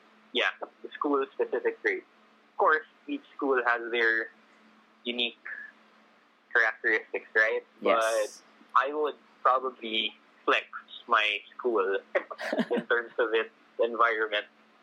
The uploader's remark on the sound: I apologize for the audio and production